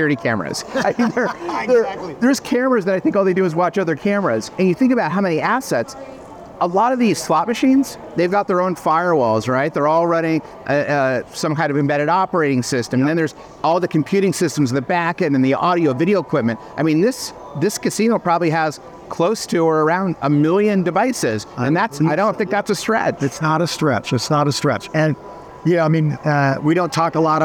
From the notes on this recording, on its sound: Live from Las Vegas: the Black Hat experience. Huddled in a corner, away from the lights and sounds of the slots. In this mini-sode on location.